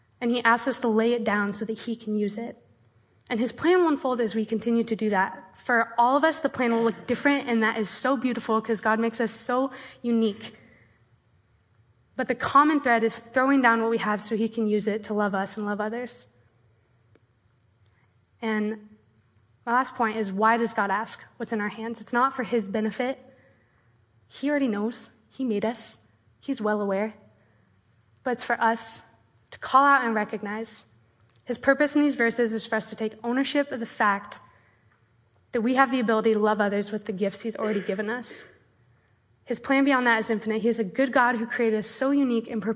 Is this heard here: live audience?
yes